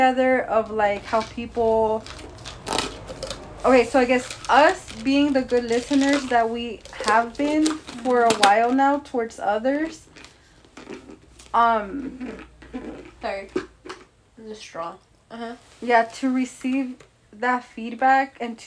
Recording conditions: sounds in the background